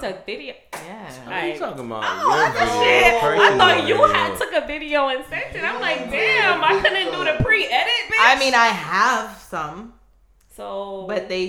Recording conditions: poor microphone